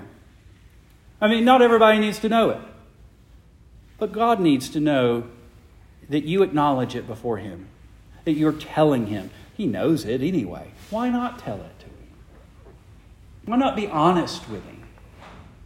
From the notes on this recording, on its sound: Preached the morning of June 25, 2023, to the Heidelberg Presbyterian Church in Heidelberg, Mississippi.